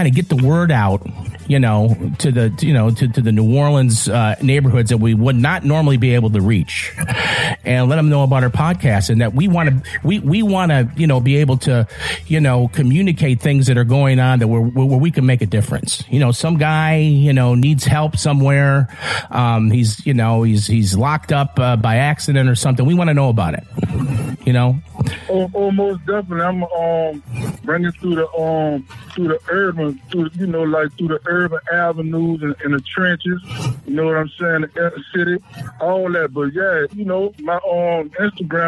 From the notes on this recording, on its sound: three telephone interviews